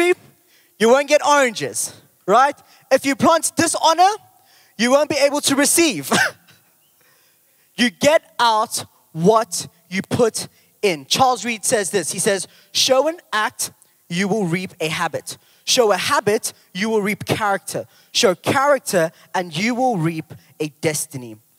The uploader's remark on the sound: Recorded live on Sunday 11th June the 2023